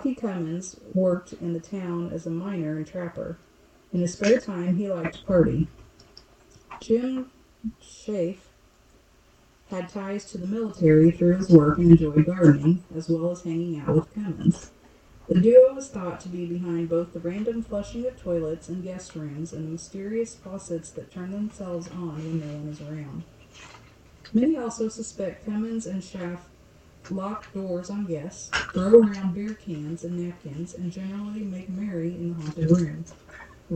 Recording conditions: poor sound quality